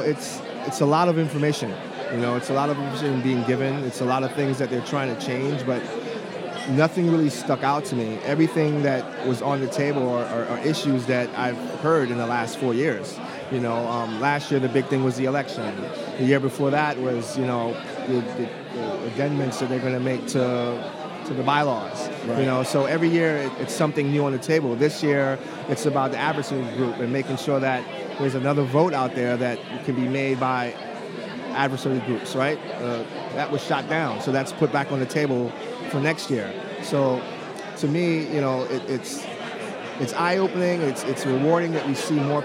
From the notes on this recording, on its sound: Live at the Bar of the US Soccer AGM